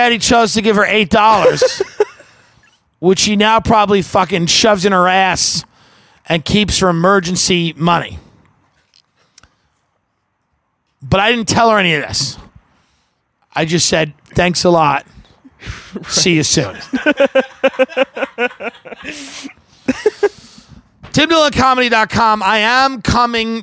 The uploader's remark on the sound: Live from the porch in Los Angeles!